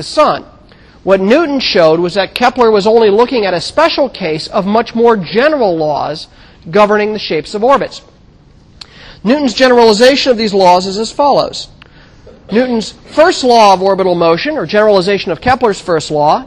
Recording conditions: large echoing room